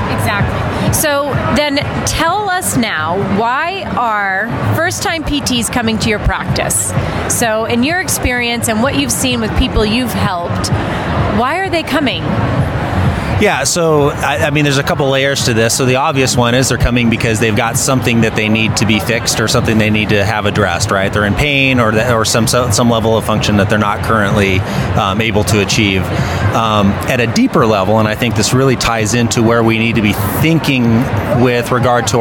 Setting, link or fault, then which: setting, busy venue